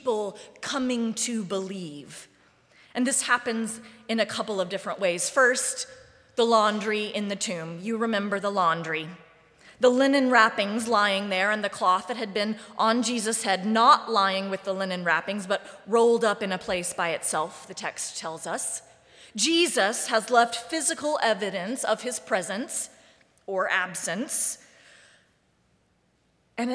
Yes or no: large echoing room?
yes